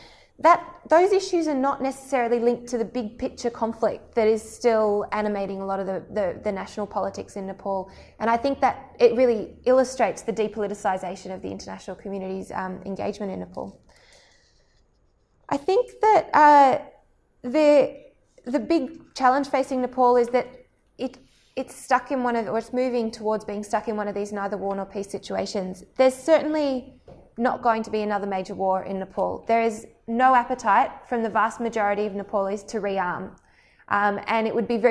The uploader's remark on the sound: This was a guest lecture delivered to the Melbourne South Asian Study Group.